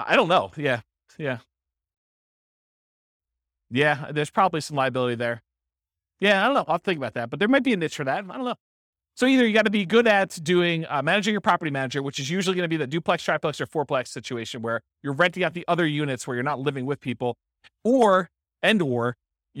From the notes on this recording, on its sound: This was a live class recorded